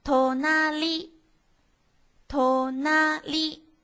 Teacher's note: 是不是第一拍低，第二拍开始高了呢 · Term: 零调